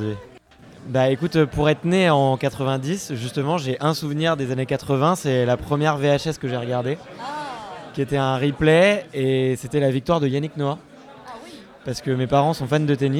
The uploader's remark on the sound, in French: a promené son micro lors du live de Podcut le 14 septembre à Paris